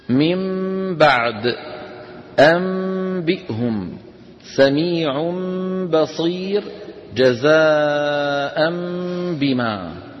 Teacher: قلب النون الساكنة أو التنوين عند الباء ميما مخفاة بغنة · Term: القلب